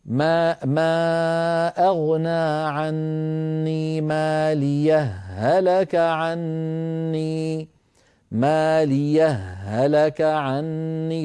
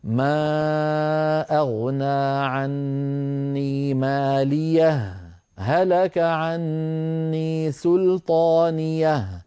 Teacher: والذين لا يدغمون لابد أن يسكتوا سكتة لطيفة بين الهائين، هكذا: ما أغنى عني ماليه هلك عني سلطانيه، فيفصلون بين الهائين بسكتة خفيفة دون زمن التنفس · Shown in: second take